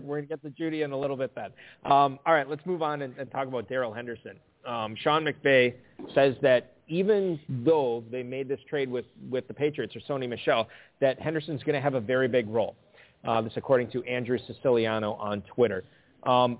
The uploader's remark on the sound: Live at the 2021 Kentucky Fantasy Football State Championship (KFFSC). Broadcasting from Louisville at the 2021 Kentucky Fantasy Football State Championship (KFFSC).